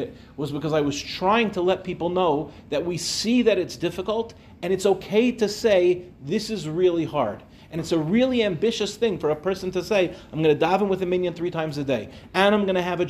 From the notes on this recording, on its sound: Delivered at NCSY Michlelet.